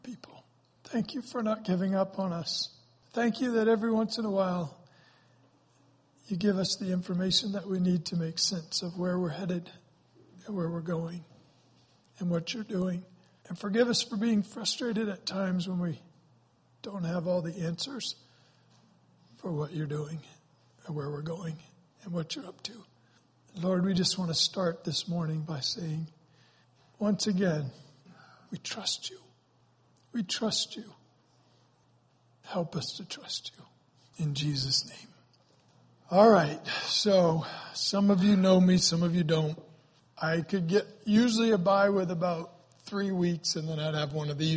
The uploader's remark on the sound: Was recorded on Sunday, May 28, 2017 during Sunday morning service at Celebration Life Family Church.